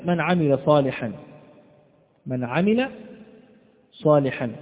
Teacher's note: بالنسبة للنون الساكنة يكون علامة الإظهار وجود السكون فوق الحرف المظهر، وجود السكون فوق الحرف المظهر على شكل رأس حاء، هذه العلامة علامة على إظهاره، كما في كلمة من عمل صالحا، من عمل صالحا، فينطق بالنون ساكنة واضحة من غير غنة، وتفصل عن العين التي بعدها من غير سكت ولا تنفس، وتظهر العين كذلك واضحة في النطق · Term: إظهار النون الساكنة